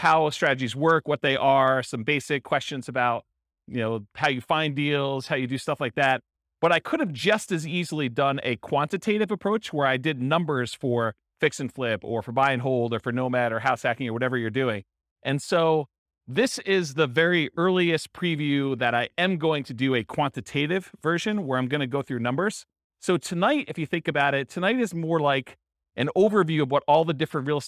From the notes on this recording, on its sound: Real estate entrepreneurs in Lakewood, Colorado. This was a live class recorded. Live in-person version.